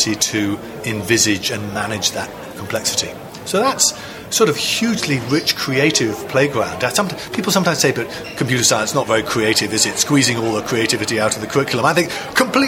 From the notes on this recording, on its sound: recording at the graduation of the first cohort of teachers to complete a nationally recognised qualification from the National Centre for Computing Education (NCCE)